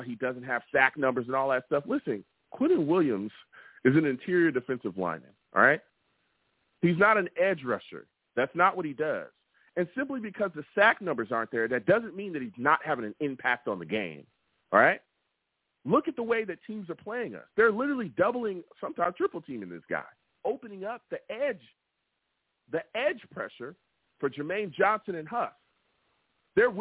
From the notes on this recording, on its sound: I take live callers!